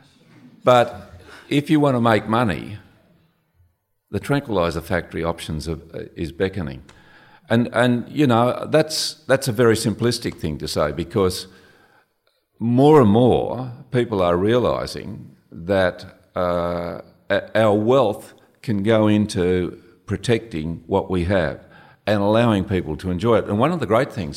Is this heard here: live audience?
yes